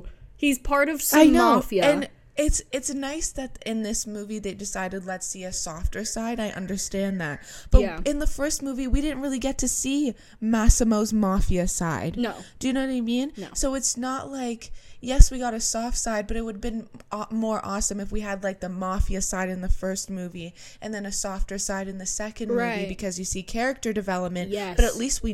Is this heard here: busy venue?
no